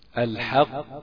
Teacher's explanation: احنا بنقول مشدد موقوف عليه، يبقى أنت هتسكت شوية وبعدين تجيبها شديدة قاف، وما تقربش من مخرج الكاف، ابعد تماما عن انك تجيبها الحق. · الحق قفين ساكنتين فلما أقف عليها أجل لي صفة الخلقلة. قف هي ساكنة بتقلقل، أجل بقى الصفة دي، أوضحها أظهرها. الحق، أسيب مسافة، أسيب وقت، مش أقول الحق واسرع فيها كده، لا كده يبقى أنت جبت قف واحد.